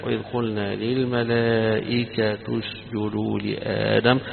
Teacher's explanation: للملائكة إعرابها أن التاء مكسورة ولكن تنطق مضمومة للإتباع، إتباع الحركة